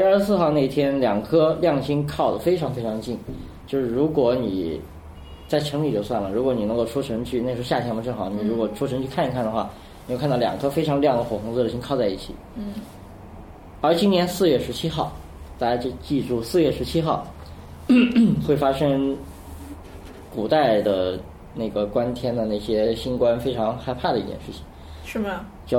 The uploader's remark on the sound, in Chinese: 本期节目为在张大妈办公区用录音笔录制，可能有街道上的杂音，请见谅。